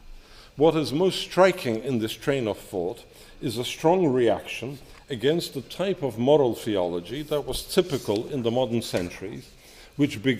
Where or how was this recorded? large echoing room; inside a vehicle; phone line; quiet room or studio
large echoing room